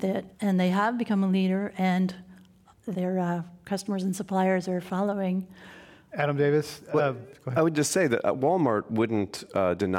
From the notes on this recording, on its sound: Was recorded in front of a live audience at The Commonwealth Club of San Francisco.